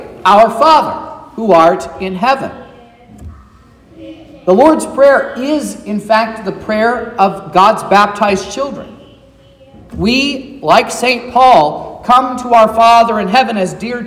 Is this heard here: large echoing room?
yes